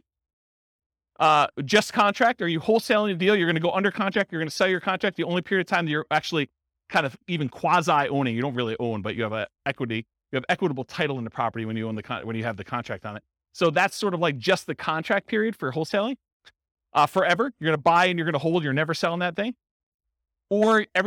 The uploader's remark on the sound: This was a live class recorded